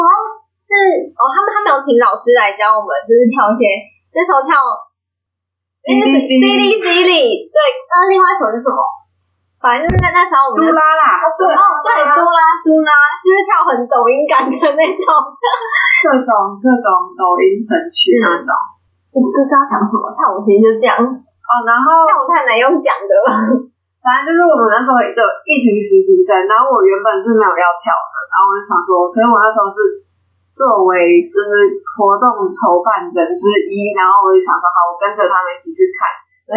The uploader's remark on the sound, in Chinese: 因錄音當日設備及場地問題，音質欠佳